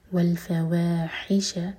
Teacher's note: فا ایک حرکہ و مد طبعی دو حرکہ لمبا اور ح حلق سے